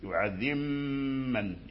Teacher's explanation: فالميم مشددة فيها الغنة، أولا تخرج من الشفتين، وأثناء خروجها من الشفتين تسمع صوت الغنة يخرج من الخيشوم، يعذم من. ولا بد للقارئ أن يركز على الغنة أن يخرجها من أنف ولا يخرجها من فمه.